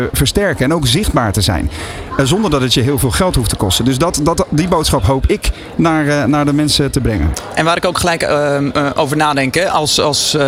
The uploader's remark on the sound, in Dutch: Vanaf de locatie, Hart van Holland in Nijkerk, deed De Ondernemer live verslag van hét evenement voor zelfstandig ondernemers.